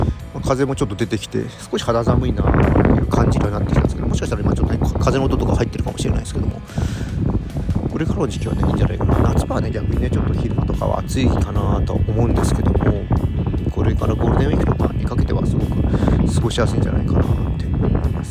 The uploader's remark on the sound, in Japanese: うちゅうブルーイングのタップルームに行ってみた！外で収録したため、風の音が強く入っています。